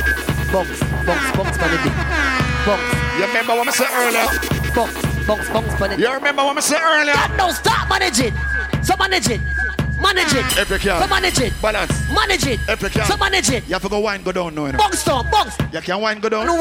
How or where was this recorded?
busy venue